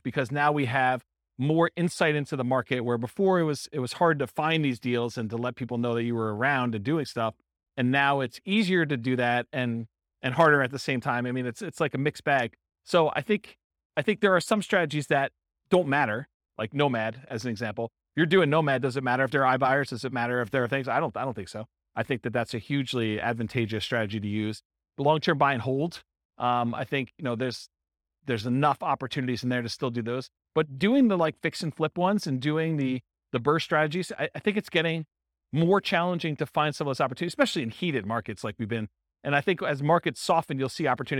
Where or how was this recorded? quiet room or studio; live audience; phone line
live audience